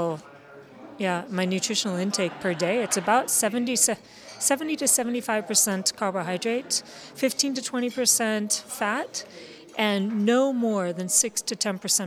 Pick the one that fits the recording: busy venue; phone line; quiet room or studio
busy venue